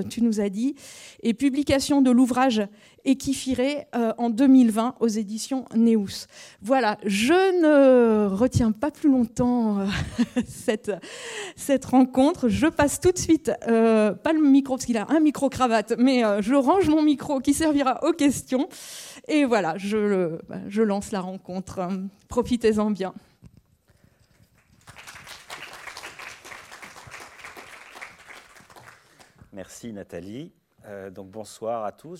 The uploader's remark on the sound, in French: Conférence enregistrée le 25 octobre 2023.